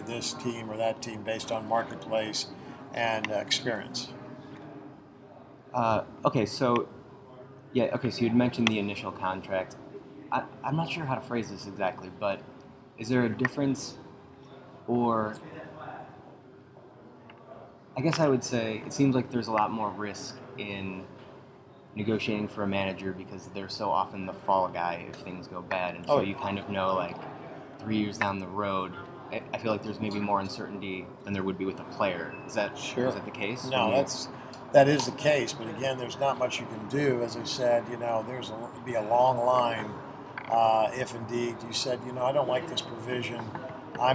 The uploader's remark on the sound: Recorded around a piano at the Gaylord Opryland Hotel.